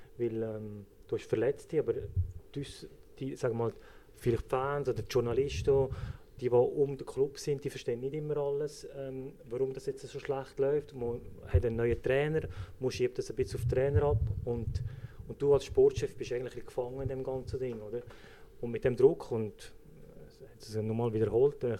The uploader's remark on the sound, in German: Live aus dem Fanlokal «Seeschwalbe»